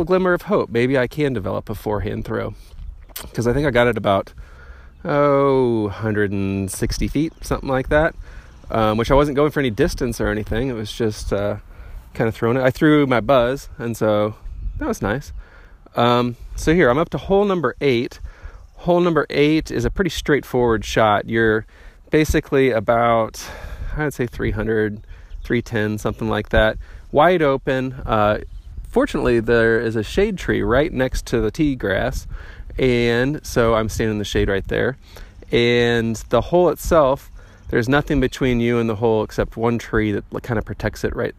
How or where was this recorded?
outdoors